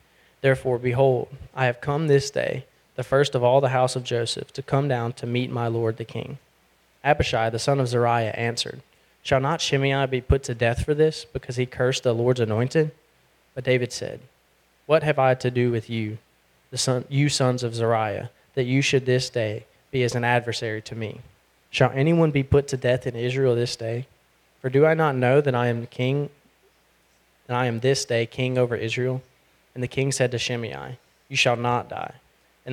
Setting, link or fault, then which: setting, large echoing room